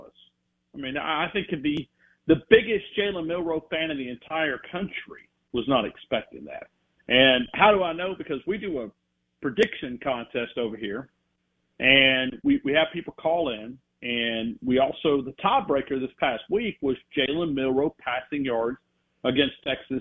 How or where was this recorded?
phone line